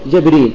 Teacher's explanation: بكسر الجيم والراء وحذف الهمزة وإثبات الياء